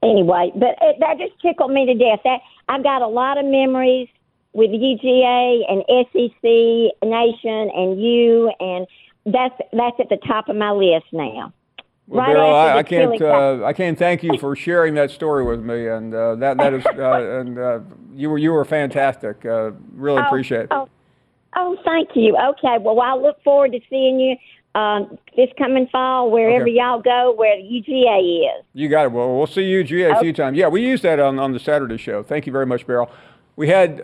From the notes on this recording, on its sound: we continue with more of your phone calls